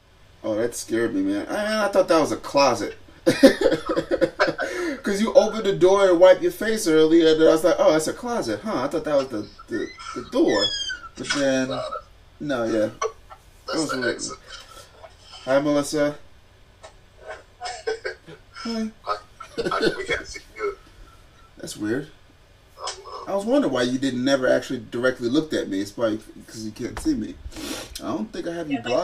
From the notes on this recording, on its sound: Sorry for all the noise I didn’t realize the mics were so sensitive.